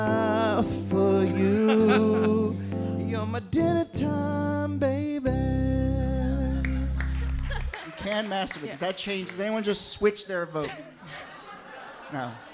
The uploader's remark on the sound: Ask Roulette is a conversation series in which strangers ask each other questions on stage.